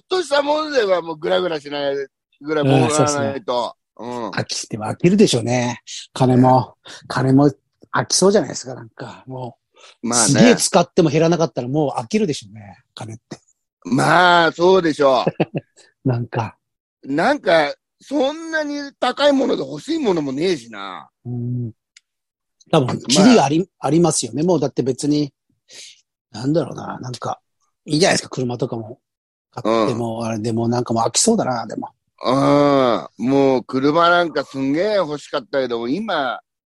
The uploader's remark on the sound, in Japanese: ZOOMで収録